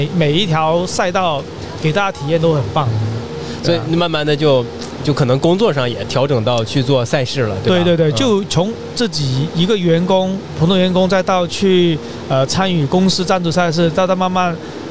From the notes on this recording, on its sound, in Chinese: 越·野Talk来到OUTDOCS中国国际户外影像嘉年华在佛山的现场，进行了长达12小时的播客直播录制。我们将这些现场录制下来的音频发布在这里。